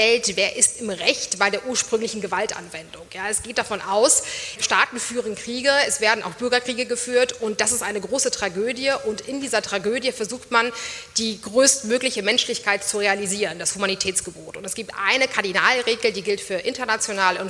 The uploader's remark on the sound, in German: Live aus der Uni Freiburg. Die Albert-Ludwigs-Universität in Freiburg.